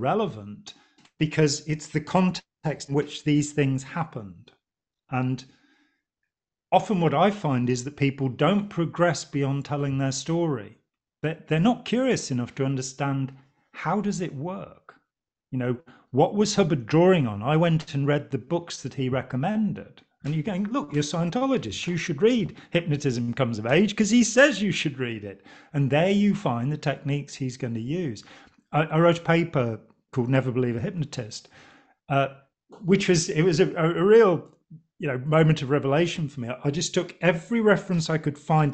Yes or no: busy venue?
no